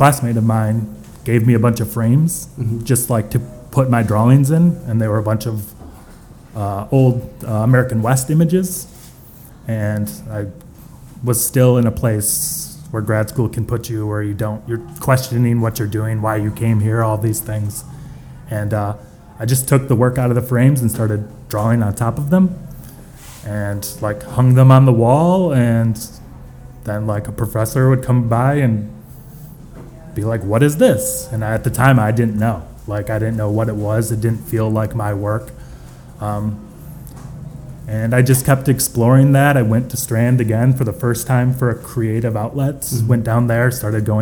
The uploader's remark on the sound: from the NYABF at MoMA PS1